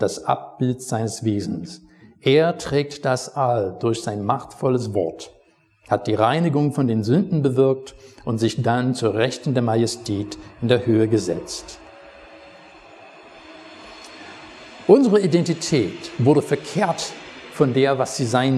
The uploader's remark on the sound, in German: Predigt aus dem Gottesdienst